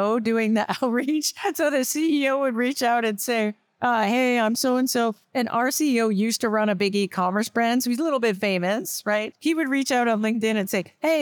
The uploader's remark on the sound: This interview, recorded at SaaStock 2022